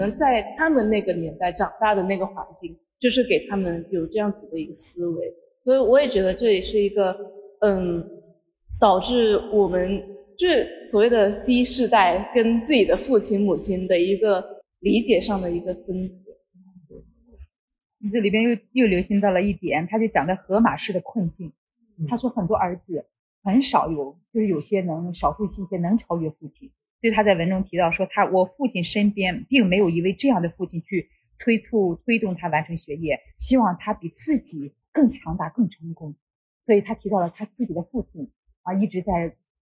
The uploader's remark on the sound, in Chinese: 由于现场环境影响，本次录音音质会有所下降，请大家见谅。